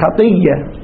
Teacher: تقلب الهمزة ياء وتدغم الياء الساكنة اللي قبلها فيها في هذه الياء المتحركة، فصير خطية. بل كخطية بياء مشددة، فإن أصلها خطيئة على وزن فعيلة، صفة مشبهة يعني الوزن وزن صفة مشبهة.